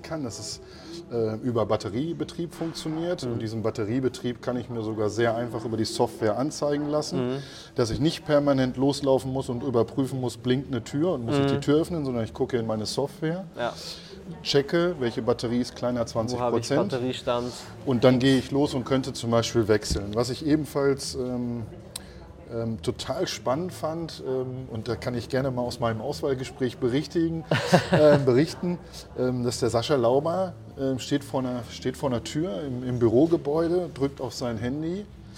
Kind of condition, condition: setting, busy venue